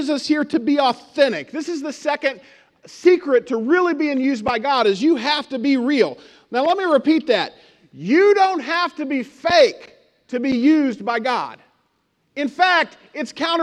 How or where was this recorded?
large echoing room